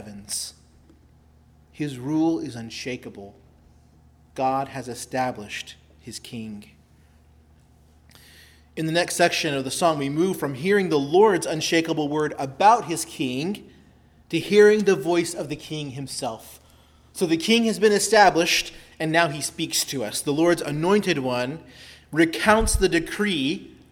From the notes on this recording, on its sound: preached at Christ Our Savior Baptist Church